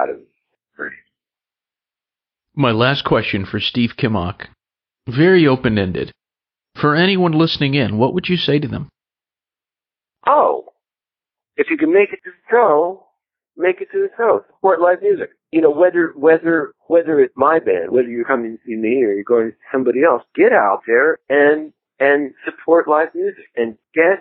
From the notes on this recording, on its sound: In this very short, casual phone interview. This interview has been digitally remastered for your listening enjoyment.